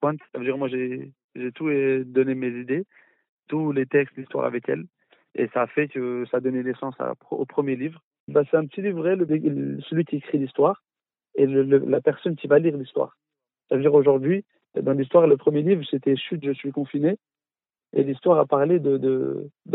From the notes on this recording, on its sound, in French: C’est dans le feu de l’action et pendant le confinement. Répondre à nos questions au téléphone.